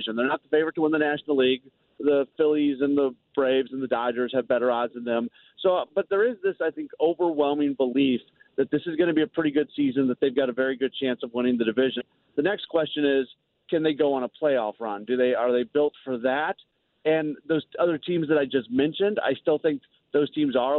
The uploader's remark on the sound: Calls in from Spring training. Live from spring training.